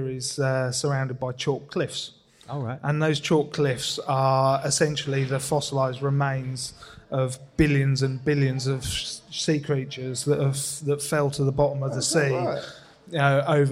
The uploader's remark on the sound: This episode was recorded as part of our live show. As part of their live recording in Margate.